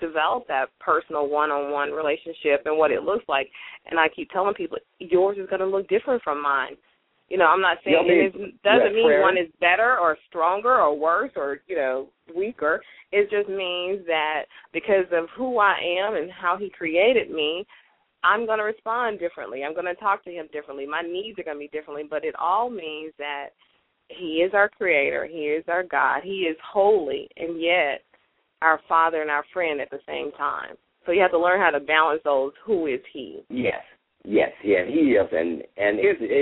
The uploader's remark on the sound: LML uses a progressive live call in format.